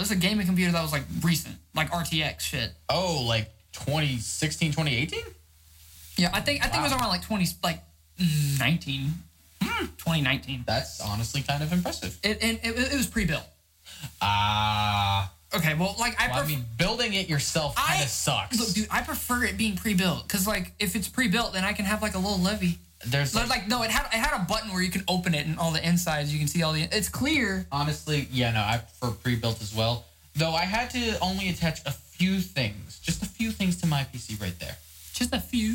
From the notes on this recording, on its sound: please excuse our technical difficulties as it's our first time.